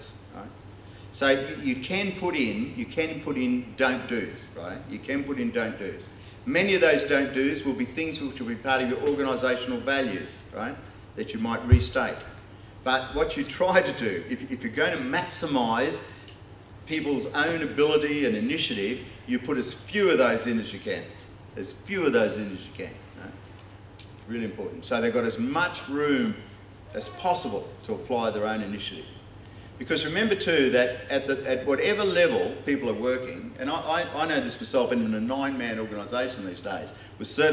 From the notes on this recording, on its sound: delivered this talk as part of the first In The Chute conference held by The Geneva Push